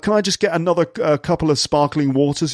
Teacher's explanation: intentionally dropping his T's just to sound cool